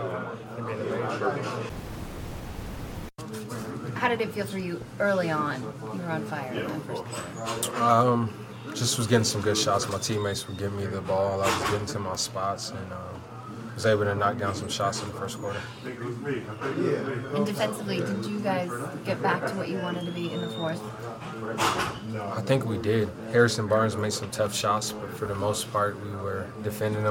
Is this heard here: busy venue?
yes